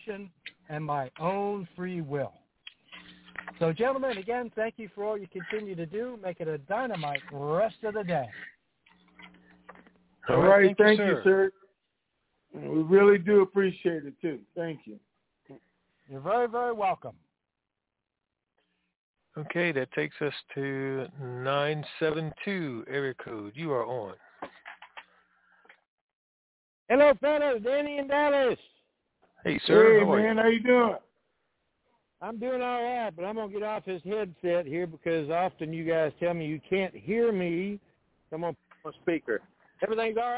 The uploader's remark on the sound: TNTSuperfantastic Conference Call